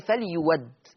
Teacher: عندنا كلمة فليؤد، كلمة فليؤد، لاحظوا الهمزة، الهمزة تشكلها مفتوحة والحرف اللي قبلها مضموم فتبدل فليود، الإبدال واو مفتوحة